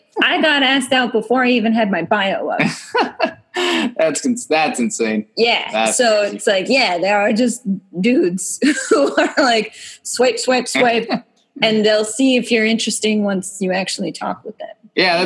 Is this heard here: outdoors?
no